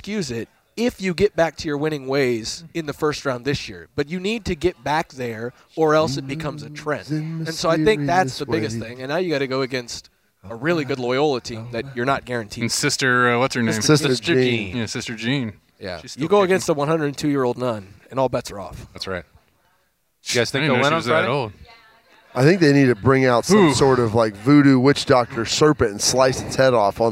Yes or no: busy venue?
yes